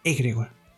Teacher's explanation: me ha tocado escucharla más dicha eh, fonéticamente como esdrújula, o sea, con acento eh, prosódico en la E inicial, egregor. Sin embargo, no sé, nunca la he visto escrita con acento en la primera E. · Term: acento prosódico